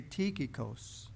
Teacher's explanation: in the English Bible, they put the accent on the first syllable